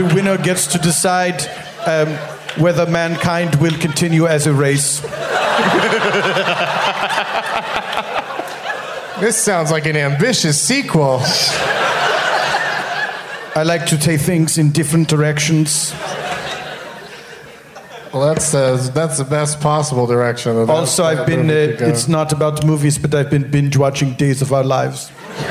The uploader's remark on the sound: From the Bumbershoot Festival in Seattle